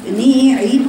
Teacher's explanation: إتمام الكسرة في النون وإتمام الكسرة في العين والغنة في الميم، يقرأها حفظ هكذا نعيم وصلي بين المخارج نعيم هكذا حفظ.